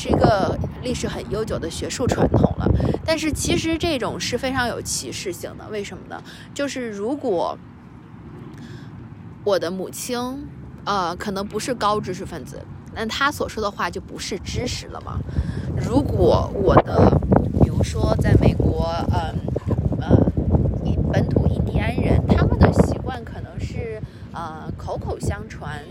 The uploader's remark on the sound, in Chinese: 这一集是在学校里草坪上坐着录制的，你可能会听到比较大的风声，不好意思啦。